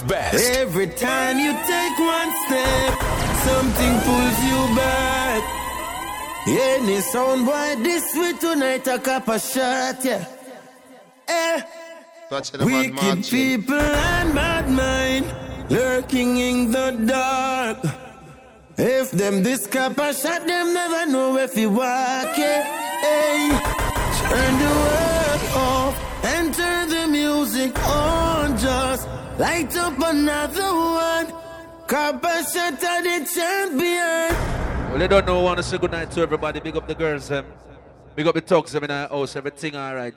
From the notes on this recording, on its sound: LIVE AT ISLAND SATURDAYS ON NOV 26TH, 2016